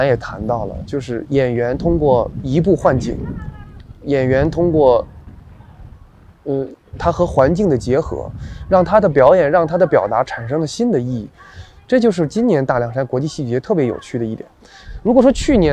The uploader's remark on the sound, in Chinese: 这些声音是我和朋友们在 2020 年到 2021 年参加不同的戏剧节时所采访、聆听和采集回来的，分别来自第七、第八届乌镇戏剧节、首届青年戏剧“斑马奖”颁奖现场、第二届大凉山戏剧节和首届阿那亚戏剧节。